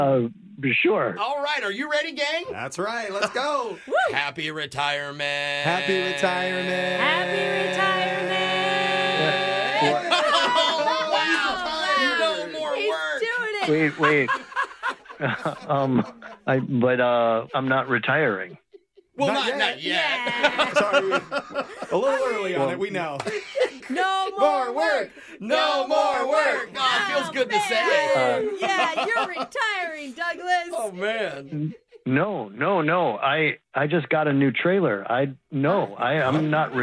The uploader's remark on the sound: Phone Tap